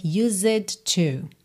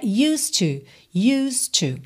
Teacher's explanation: E o D já liga no T · Shown in: second take · Então o som é used to.